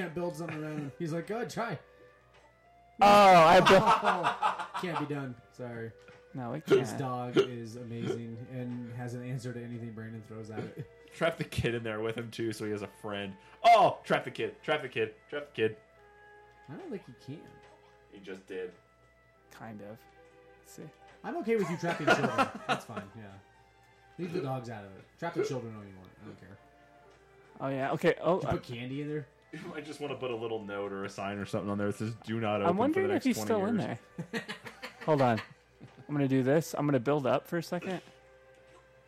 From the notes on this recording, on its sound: I apologize for the audio levels in today's podcast